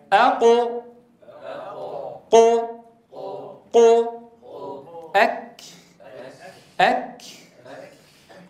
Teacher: في القاف أين يتجه الصوت؟ يتجه نحو قبة الحنك.